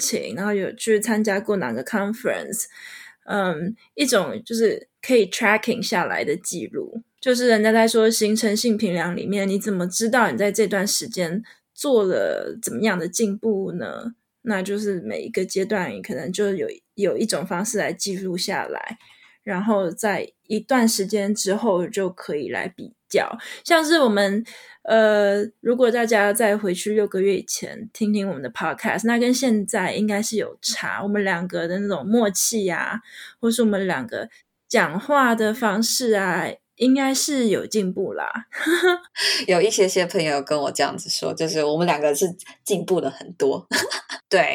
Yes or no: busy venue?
no